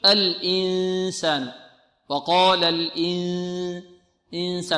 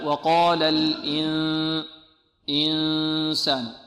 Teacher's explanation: الخارج من الخيشوم في حالة الإخفاء 3/4 الصوت، ما يقارب 75%، والخارج من الفم الربع · Shown in: second take · ما يقرب من 25%.